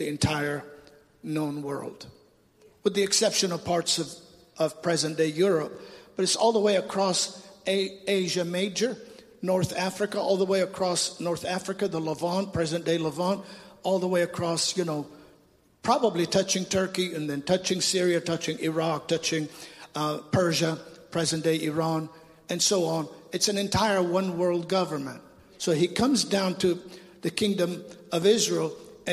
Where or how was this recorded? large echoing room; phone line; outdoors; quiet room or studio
large echoing room